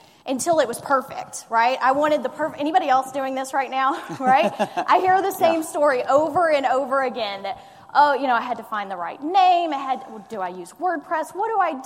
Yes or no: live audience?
yes